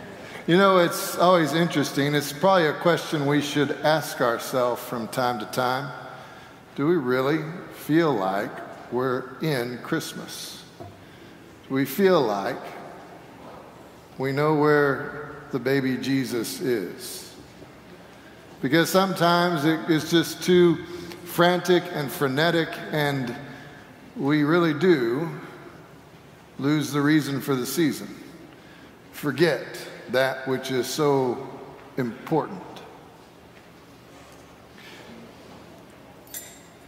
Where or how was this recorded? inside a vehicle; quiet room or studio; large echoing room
large echoing room